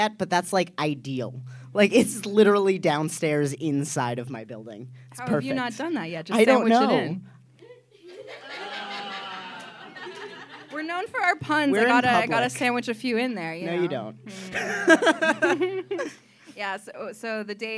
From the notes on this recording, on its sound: The live show we recorded at the Playground Conference in Toronto. Here’s the live show we recorded at the Playground Conference in Toronto!